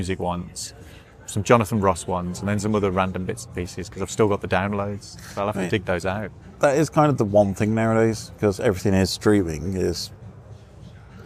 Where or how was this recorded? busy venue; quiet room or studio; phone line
busy venue